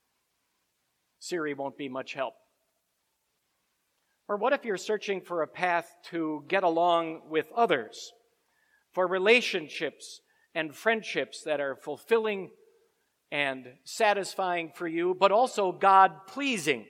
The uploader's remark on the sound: Preached at Grace Ev. Lutheran Church.